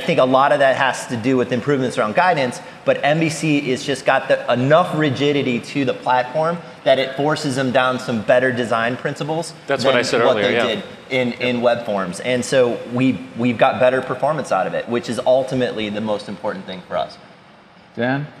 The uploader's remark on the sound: A panel discussion at DevConnections in Las Vegas. Handles questions from the audience.